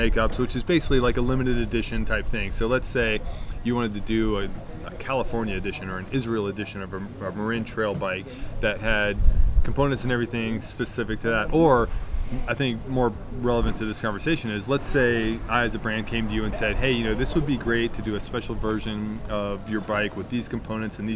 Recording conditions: wind noise